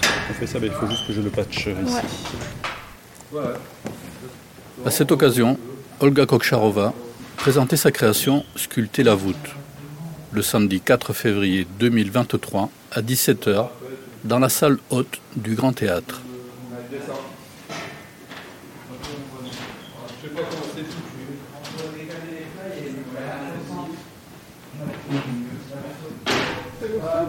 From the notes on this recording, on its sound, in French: Tous les enregistrements qui constituent les ressources compositionnelles de la création "Sculpter la voûte" ont été effectués dans une proximité avec le matériau bois grâce à tout un dispositif de microphones et capteurs de contact. À la salle "Haute" du Grand Théâtre d’Albi, durant l'après-midi du samedi 4 février 2023 durant l'installation et les balances de la performance "Sculpter la Voûte".